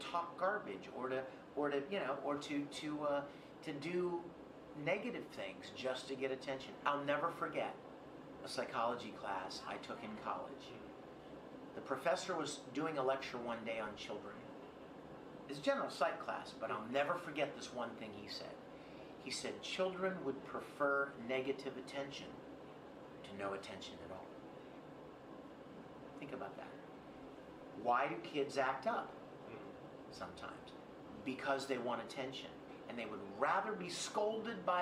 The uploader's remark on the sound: EXCLUSIVE Interview at HAWAII CON 2019